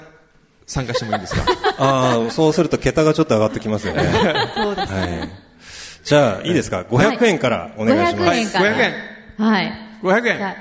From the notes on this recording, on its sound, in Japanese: 第一回「よこは・マー映画祭」＠ランドマークホール（横浜ランドマークタワー５F）！！！！ということで、今日は公開収録！